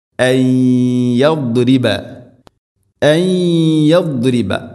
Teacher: നൂനിനെ യാഇലേക്ക് കൂട്ടി ലയിപ്പിച്ച് മണിച്ചുകൊണ്ട് ഉച്ചരിക്കണം · Term: ഇദ്ഗാം ബിഗുന്ന